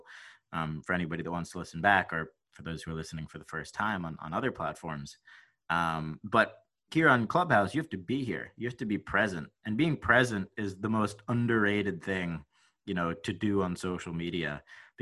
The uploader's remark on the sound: Recorded Live On Clubhouse!